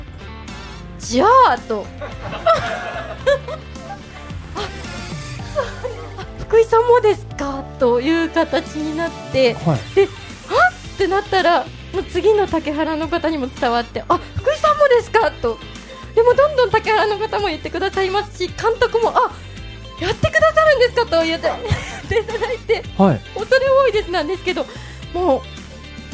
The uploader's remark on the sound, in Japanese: 実際にあるスナックをお借りして10月1日に公開収録を行っちゃいましたー！